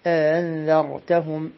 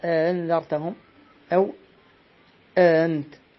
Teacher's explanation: سهل الهمزة الأخيرة من الهمزتين في الكلمة الواحدة · Term: التسهيل